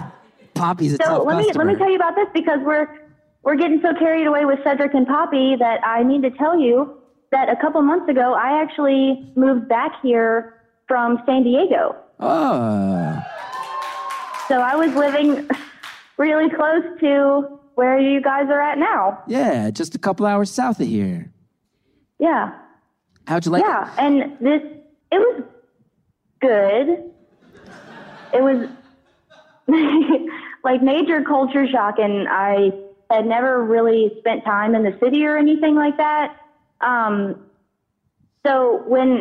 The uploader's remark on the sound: Lying under an electric blanket with her cat, this week’s caller tells. The live audience in Los Angeles.